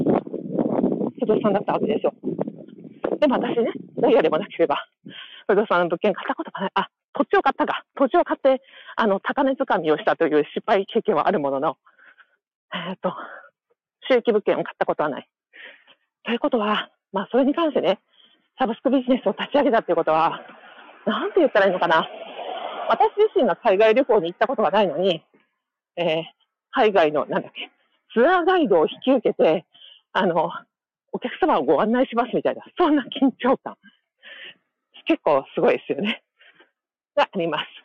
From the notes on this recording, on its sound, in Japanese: 初のライブ配信やってみました。歩きながらです。音悪いので、聞きづらかったらごめんなさい。